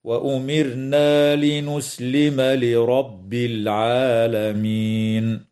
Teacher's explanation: ترقق الراء وصلا ووقفا في كلمة وأمرنا لسكونها بعد كسر أصلي، بينما تفخم وصلا ووقفا في كلمة لرب لأنها مفتوحة، وتنتهي الآية اتفاقا عند كلمة العالمين، والوقف عليها من قبيل الوقف الجائز، هكذا: وأمرنا لنسلم لرب العالمين.